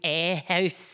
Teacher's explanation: The air hostess had an extremely long vowel sound.